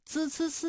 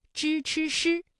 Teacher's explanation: 与平舌音的声母滋滋滋对应的翘舌音支吃诗